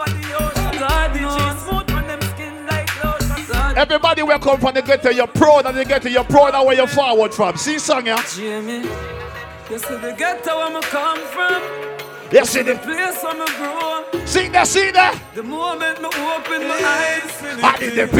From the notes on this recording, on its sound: LIVE AT OUTSIDE 5TH AUGUST 2022